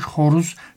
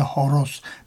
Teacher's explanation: Hırıltılı H. Boğaz da telaffuz olunur. · Shown in: first take